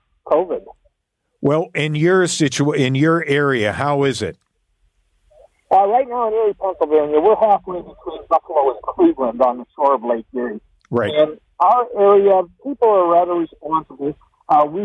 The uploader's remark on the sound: Opens the phones and has listeners share.